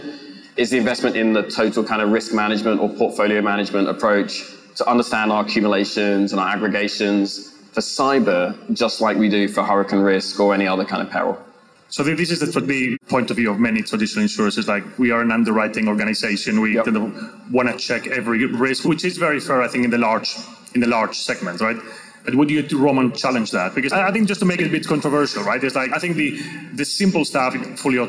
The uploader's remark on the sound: On a panel at ITC Vegas 2022.